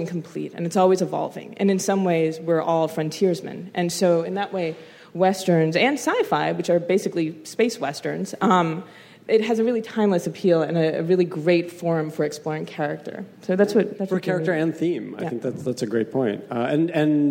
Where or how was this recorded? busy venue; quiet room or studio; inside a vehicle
busy venue